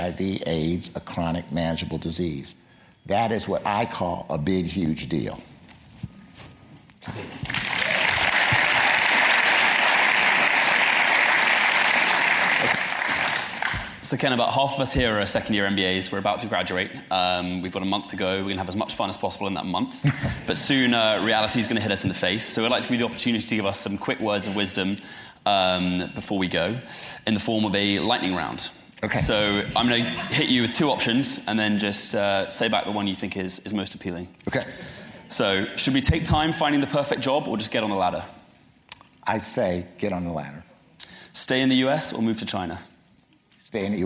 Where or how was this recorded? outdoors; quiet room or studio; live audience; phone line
live audience